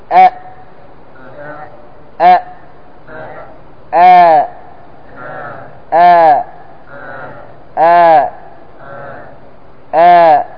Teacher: تكون الهمزة مرققة غير مغلظة، غير مغلظة، مرققة. ما تقول آ آ، هذا مغلظة، لكن تقول آ.